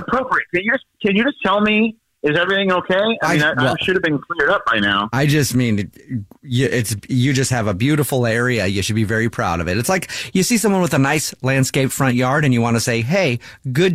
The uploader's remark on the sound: a friend or family member to wake up with The Jubal Show, phone prank style